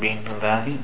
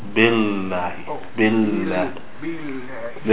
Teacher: The lam doesn't come from the nose. · Shown in: second take · So we want to get the lam down from the tongue.